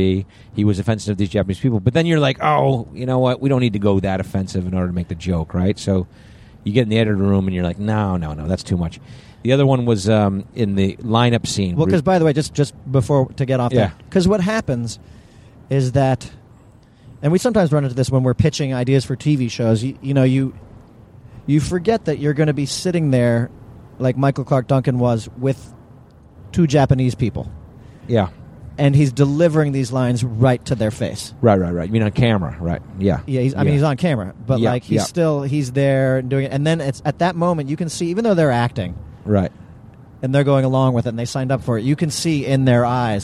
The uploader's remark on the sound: It's a carcast!